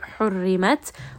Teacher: Ra in this case is going to be light. It has kasra. · Term: light ra